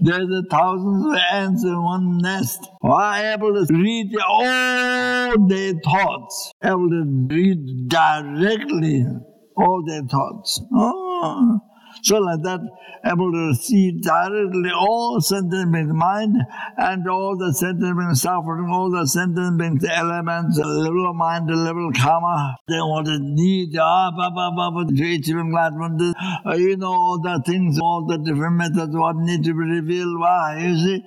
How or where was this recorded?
large echoing room